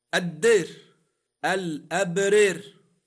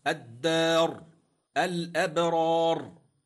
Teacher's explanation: لاحظ أن كلمة الدار نطقتها بالإمالة كما قال ممال · Shown in: first take